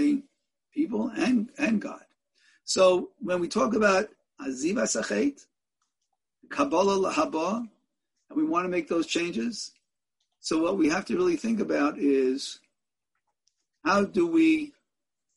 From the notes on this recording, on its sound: In a ZOOM teleconference Shiur